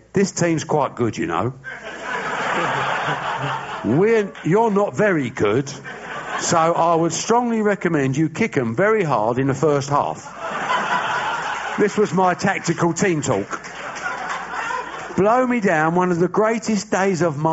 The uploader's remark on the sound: Before a sold-out audience of GFOPs in New York City.